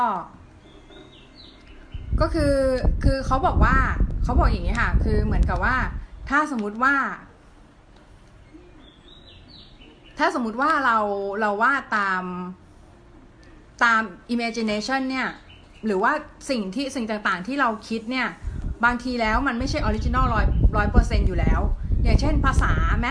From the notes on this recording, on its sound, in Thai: มันเป็น live อาจจะรำคาญเสียงพัดลมนิดนะ ลืมปิดตอนอัด